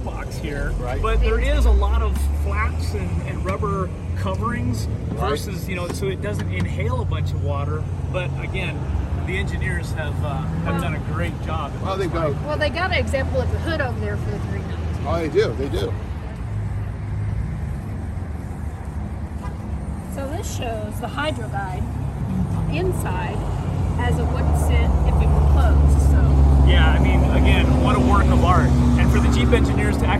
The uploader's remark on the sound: Easter Jeep Safari 2021 - Checking out the Jeep Booth. The crew decided they should go record the podcast at the Jeep booth after having an outstanding breakfast at the Canyon’s Waffles & Steak house. Which did a phenomenal job of capturing the video and ALL the sounds… including lots and lots of ambient sounds from the traffic just 10 feet away.